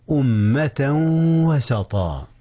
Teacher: إنه إدغام بغنة بين تنوين أمة وبين واو وسطا